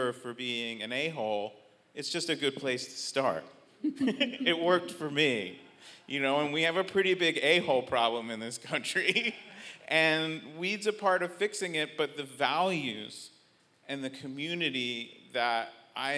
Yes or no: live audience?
yes